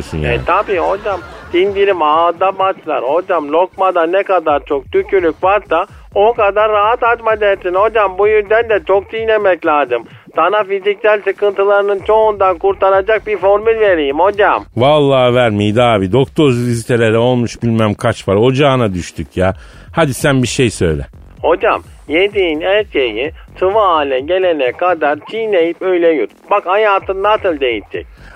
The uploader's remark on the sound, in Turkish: Stüdyo konuğu. Telefon görüşmesi.